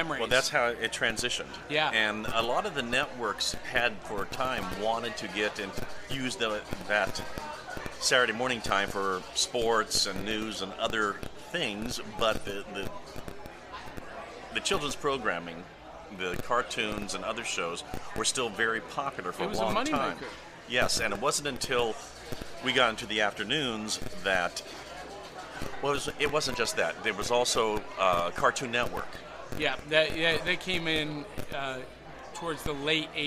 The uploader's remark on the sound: live at the National Corvette Museum Comic & Toy Show in Bowling Green, KY